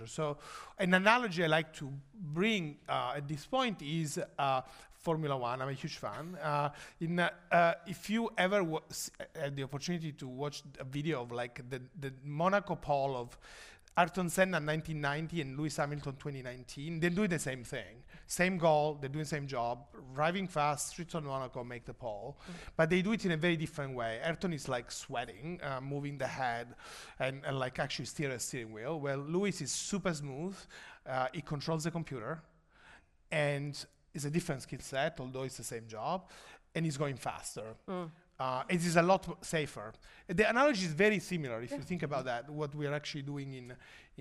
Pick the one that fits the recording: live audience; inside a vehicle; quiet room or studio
live audience